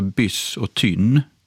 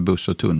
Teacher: i den här nordvästra Skåne så är det just framför T, S och N som vi får det här korta y-ljudet · Shown in: first take · Så det heter byss och tynn, och inte buss och tunn.